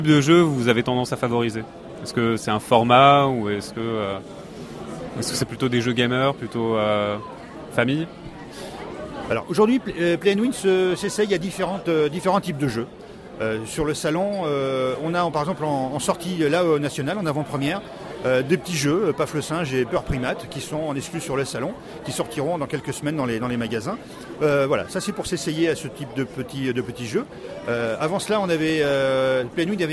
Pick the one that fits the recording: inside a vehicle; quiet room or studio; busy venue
busy venue